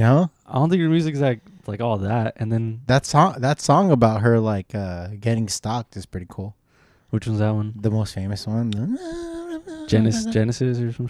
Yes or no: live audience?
no